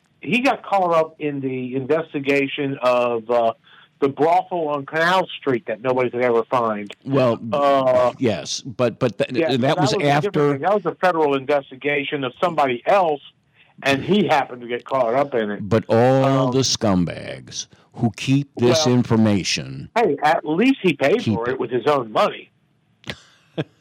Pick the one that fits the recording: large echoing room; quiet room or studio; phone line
phone line